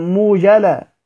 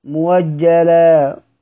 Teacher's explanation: هنبدلها واو متحركة بحركة الهمزة · Shown in: second take · متحركة بحركة الهمزة، عشان ما حدش يقول نبدلها حركة نبدلها حرف مد.